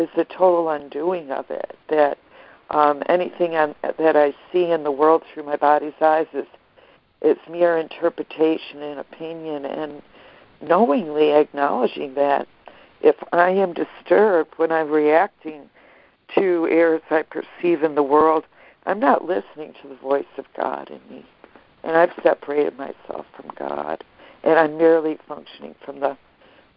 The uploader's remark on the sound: ACIM Daily Conference Call.